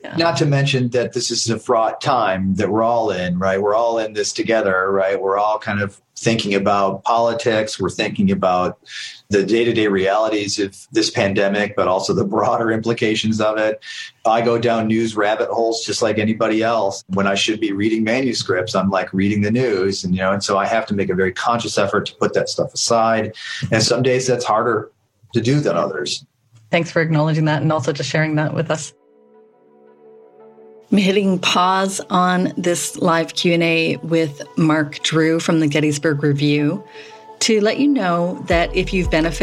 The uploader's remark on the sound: Answering questions from the live cohort who came to our call attended by writers in the Lit Mag Love course. This call happened in the first year of the pandemic.